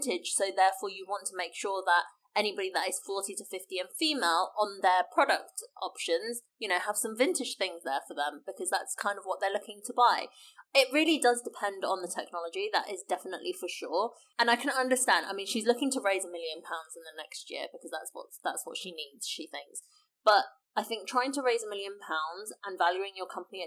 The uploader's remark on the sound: It didn't go that well technically, so we're sorry about the quality!